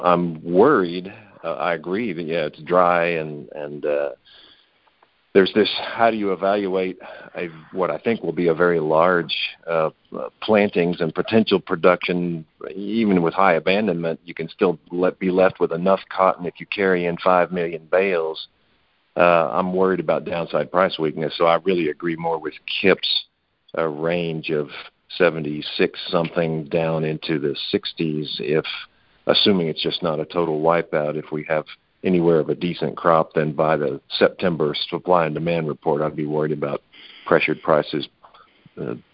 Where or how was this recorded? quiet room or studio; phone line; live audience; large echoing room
phone line